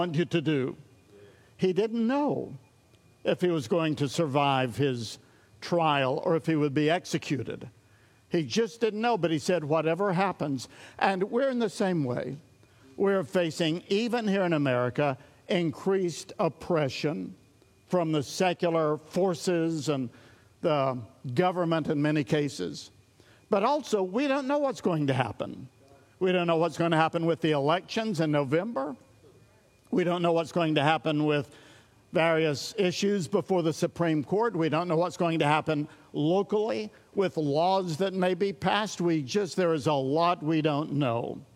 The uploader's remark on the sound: This series of our studies was recorded at Sunnylane Family Church in Oklahoma